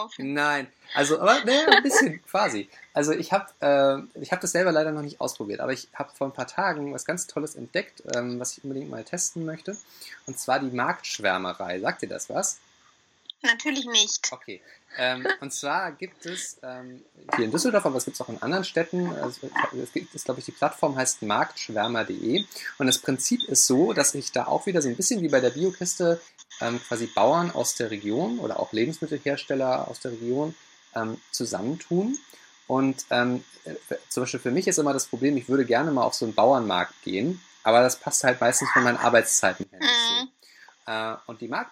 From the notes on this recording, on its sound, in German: Spricht via Skype mit. Die Tonprobleme bitten wir zu entschuldigen.